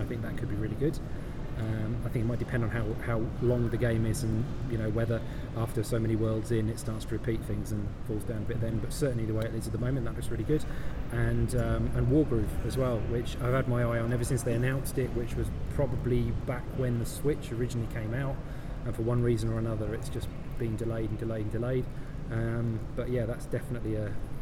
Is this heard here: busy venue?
yes